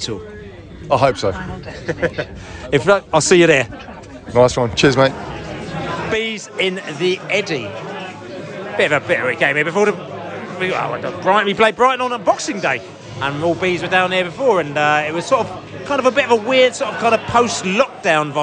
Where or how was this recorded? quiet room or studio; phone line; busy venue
busy venue